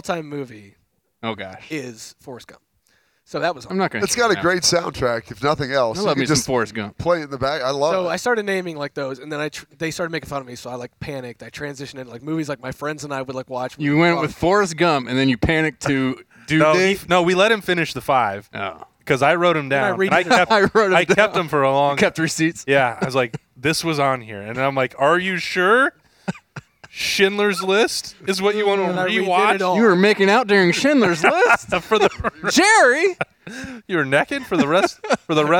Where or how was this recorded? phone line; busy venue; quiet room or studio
busy venue